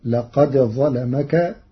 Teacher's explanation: قرأ ورش كلمتي لقد ظلمك بإدغام الدال في الظاء، فتصير لقد ظلمك مع تغليظ اللام لوقوعها بعد الظاء المفخمة